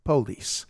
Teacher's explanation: the Southern way to pronounce things is to emphasize the first syllable, not the last syllable